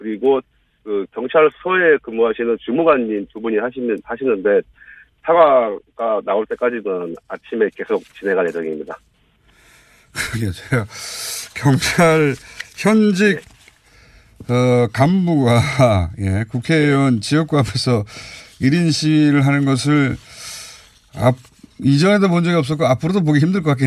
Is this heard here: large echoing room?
no